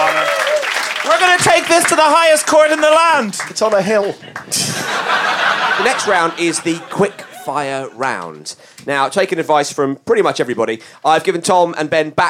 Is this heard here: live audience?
yes